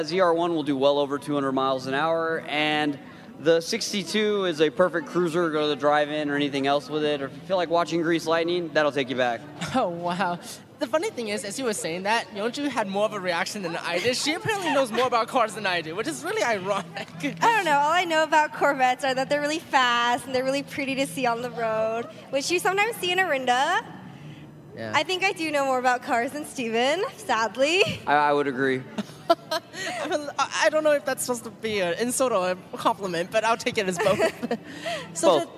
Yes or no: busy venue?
yes